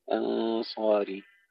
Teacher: ننتبه إلى ترقيق الهمزة ثم تفخيم الغنة مع الصاد